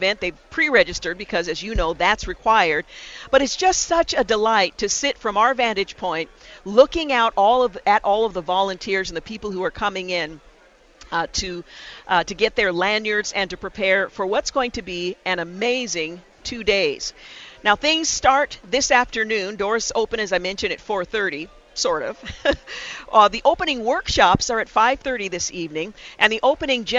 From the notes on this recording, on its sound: we broadcast live from Mission Connexion Northwest 2020 , One Body, One Voice, One Mission, at Rolling Hills Community Church in Tualitan.